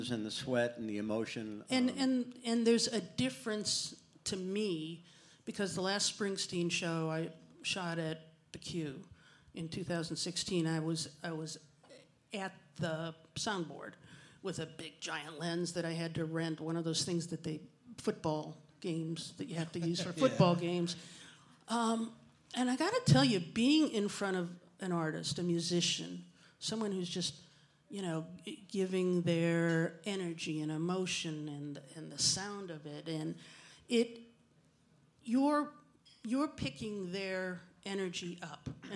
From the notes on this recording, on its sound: we recorded a live episode of CLE Rocks